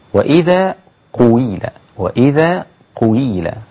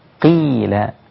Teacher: لذلك لا بد أن أأتي بالقاف مكسورة جيدا حتى لا تلتبس بها الإيه بالقراءة الثانية، فلا أقول وإذا قيل، تمام، لابد أن تأتي القاف من غير، ليس لها علاقة بالشفتين أبدا، القاف مخرجها من أقصى اللسان ومكسورة · Shown in: second take · قيل حتى لا تلتبس بإيه بقويلة وهكذا.